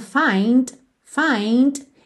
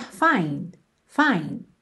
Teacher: Então, por exemplo, a palavra find pode aparecer com esse Dzinho final bem marcadinho, find, find, e também pode aparecer find, find, ok? Você, no que encosta a língua no céu da boca, já encerra o som e aí o D não chega a fazer o t · Shown in: second take